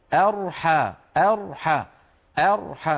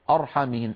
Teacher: من همزة مرققة إلى راء مفخمة · Shown in: first take · ولا نقول أبدا أرحمهن.